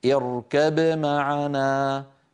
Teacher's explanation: بقلقلة الباء وتبيينها من غير سكت بين الباء والميم · Term: الإظهار